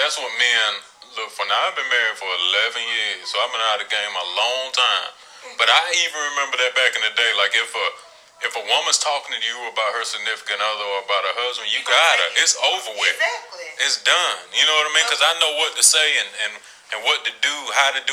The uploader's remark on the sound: A special guest is welcomed with a surprise call in.